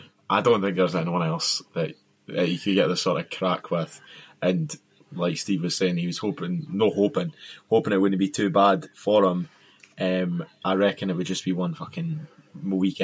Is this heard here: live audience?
no